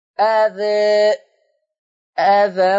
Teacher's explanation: كلمة أذى حال الوقف عليها فيها الفتح وفيها التقليل، واتفقنا أن الفتح والتقليل الوجهين دول يتوقفوا على مقدار مد البدل، الاثنين بيتوقفوا على مقدار مد البدل.